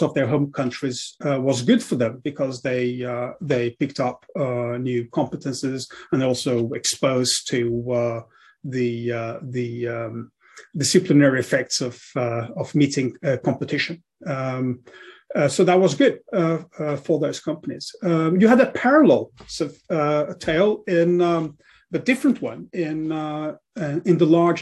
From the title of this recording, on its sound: STR Virtual Symposium